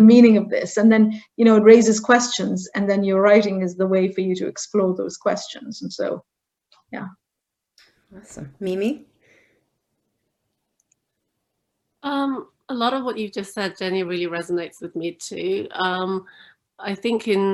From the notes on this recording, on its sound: This episode is the audio version of a live online session from #JLFHouston2020.